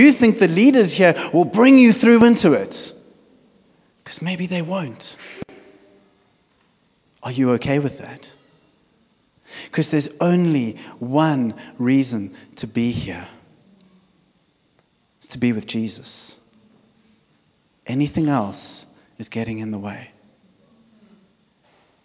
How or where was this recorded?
large echoing room